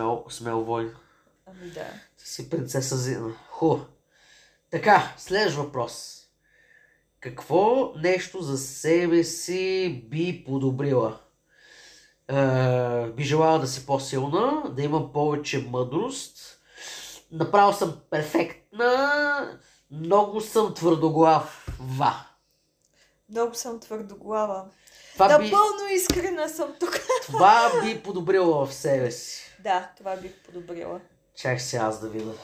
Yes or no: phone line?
no